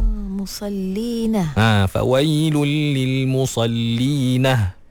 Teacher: Dia tambah ha di akhir ayat tu